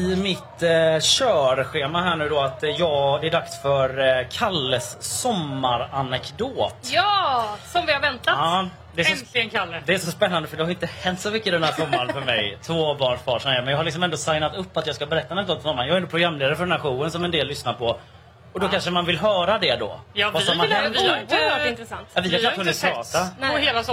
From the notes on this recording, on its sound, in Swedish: Live från WOW. På festivalen.